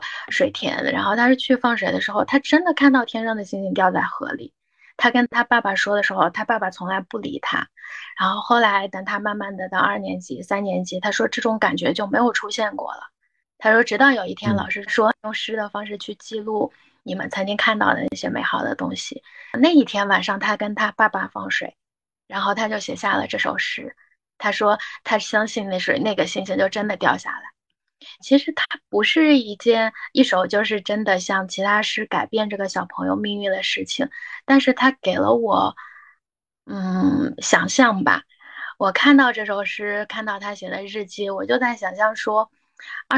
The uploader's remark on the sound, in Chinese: 因各位嘉宾分散各个城市，此次音频采用腾讯会议录制而来。